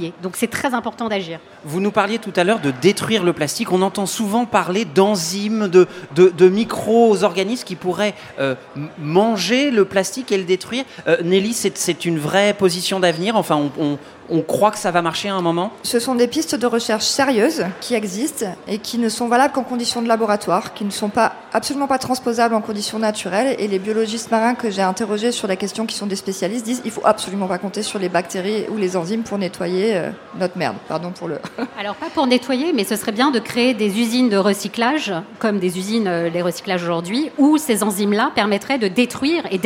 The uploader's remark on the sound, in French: Et comme cette émission se déroule en direct de Marseille au Festival So good.